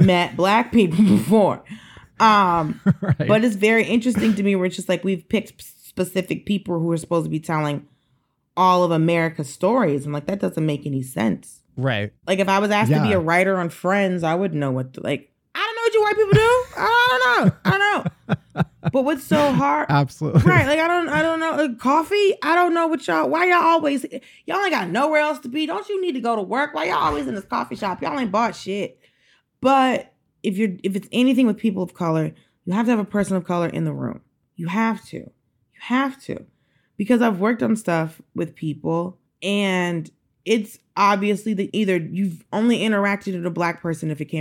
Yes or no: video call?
no